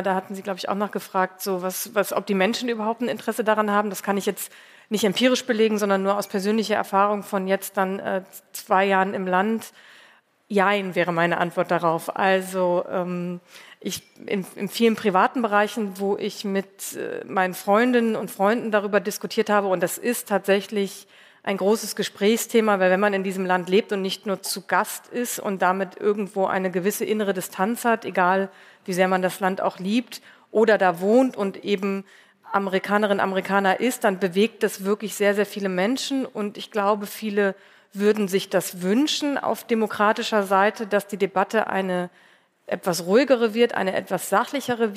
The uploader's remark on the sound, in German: Mitschnitt der Livefolge des transatlantischen Podcasts, aufgenommen beim großen Podcast-Festival von ZEIT ONLINE. April in Berlin. Außerdem sprechen wir mit Hörerinnen und Hörern.